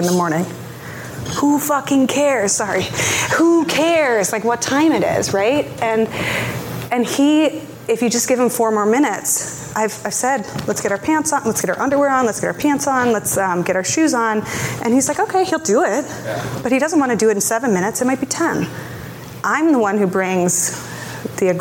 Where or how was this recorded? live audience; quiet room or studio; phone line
live audience